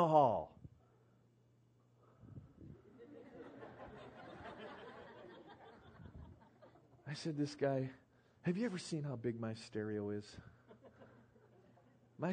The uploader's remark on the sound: PREACHED IN MCMINNVILLE RALLY SEPT.